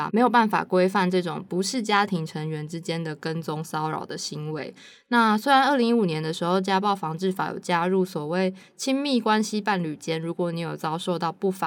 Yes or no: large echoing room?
no